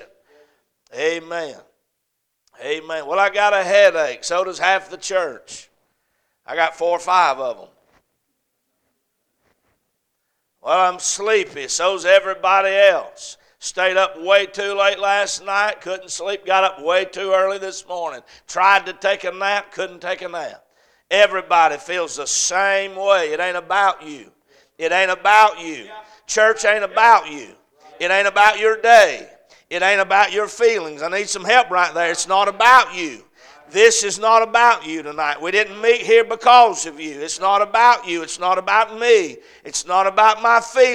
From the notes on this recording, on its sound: A Message preached at Crossroads Baptist Church on Wednesday Evening